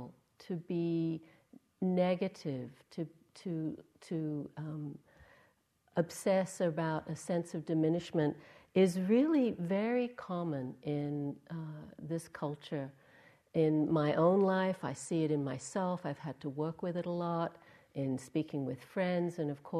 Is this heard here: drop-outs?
no